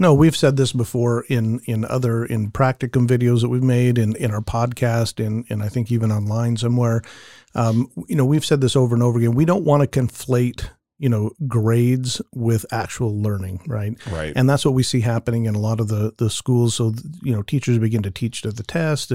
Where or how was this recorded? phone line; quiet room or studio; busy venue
quiet room or studio